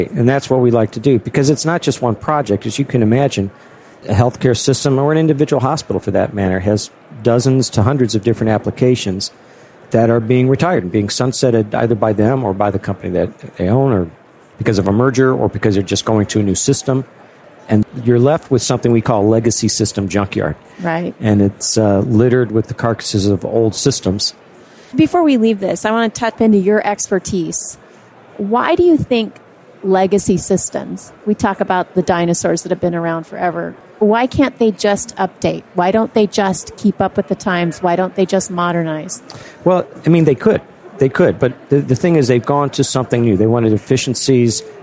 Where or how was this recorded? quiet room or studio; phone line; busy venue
busy venue